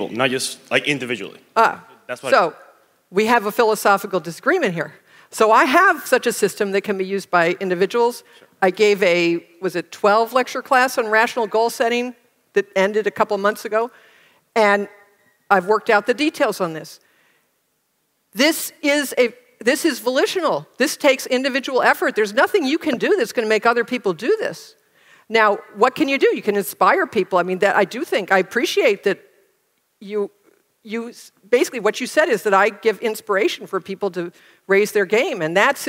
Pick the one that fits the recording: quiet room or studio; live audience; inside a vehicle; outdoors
live audience